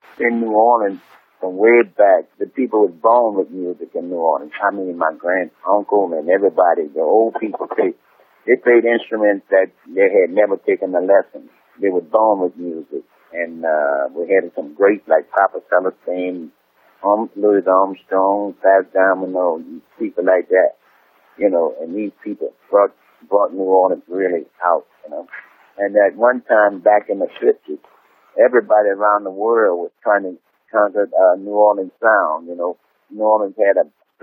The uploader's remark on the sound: But, there was an interview recorded over the telephone from before that. It went out on the radio in 2008.